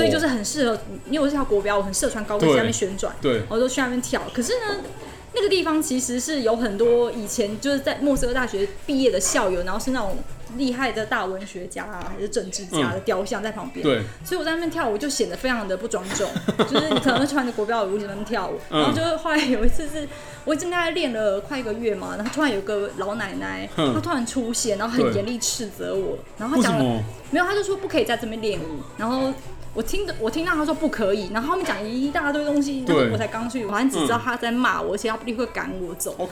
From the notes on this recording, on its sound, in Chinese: 本集白噪音指數：蚊風級 1/5。錄音地點：印度咖哩吧 - Curry Lounge。